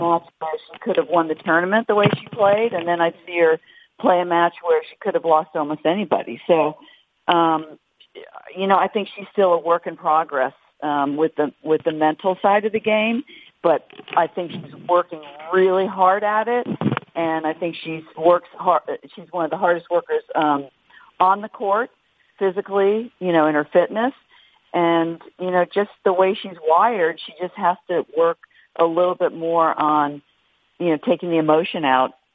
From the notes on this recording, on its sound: Wimbledon Conference Call.